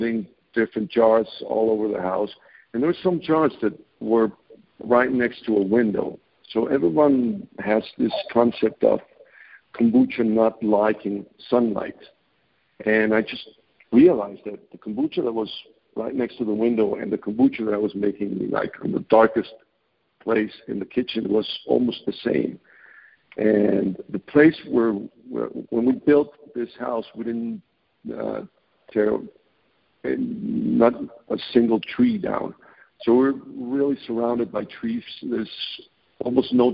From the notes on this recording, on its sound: I scheduled a phone interview